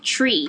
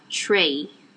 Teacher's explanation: アメリカ英語だと tree って e って普通に言いますけど、イギリス英語は tray、まあ大げさに言うとですよ、 tray ぐらいに言います。ここも R と E って抜けないじゃないですか。だからイギリス英語でもちゃんと Tree って E って言うんですけど、 Tree って E ってすぐに行かずに Tray ってちょっとやっぱそれこそ口の奥の方を使う